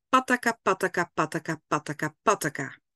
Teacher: De T is de klank met je tongpunt achter je tanden. En de K is een klank die je achter in je keel maakt. En als je dat dus wat vaker achter elkaar oefent, dan kun je dus die snelheid van je articulatie een beetje trainen. · En ik had het je net uitgelegd, hè, de P is dus die klank met twee lippen. De T is de klank met je tongpunt achter je tanden. En de K is een klank die je achter in je keel maakt.